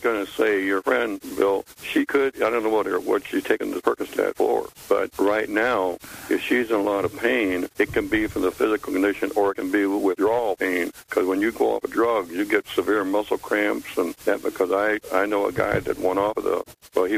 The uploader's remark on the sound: The coffee club where we discuss most anything with our pannel and take your live calls.